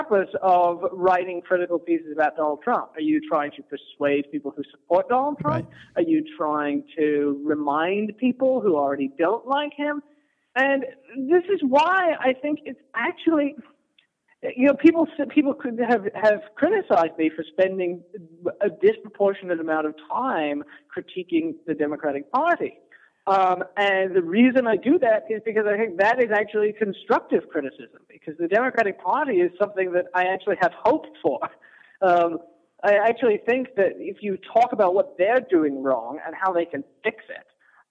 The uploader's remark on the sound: phone call with Current Affairs magazine